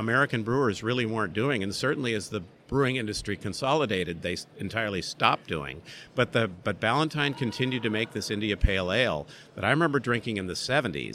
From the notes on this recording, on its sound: In the second episode of Brews News Live, from BrewCon 2018